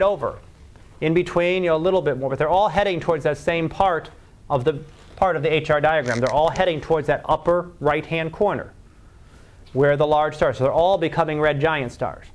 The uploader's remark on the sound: Live Class Lecture